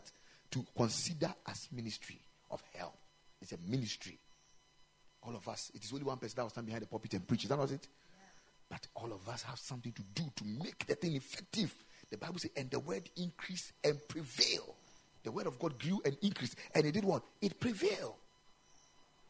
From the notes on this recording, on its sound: Preached at the Ekklesia Chapel